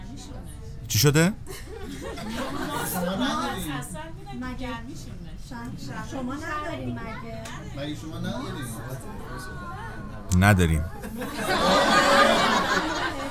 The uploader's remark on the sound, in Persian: آنچه میشنوید عیدانهی «رادیو بندر تهران» است. این قسمت به صورت اختصاصی و زنده در شهر شیراز و بوکلند ضبط شده است.